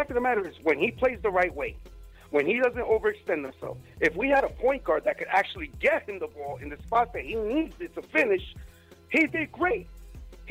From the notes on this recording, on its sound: KnicksFanTV hosted its first LIVE caller debate last night during the post-game show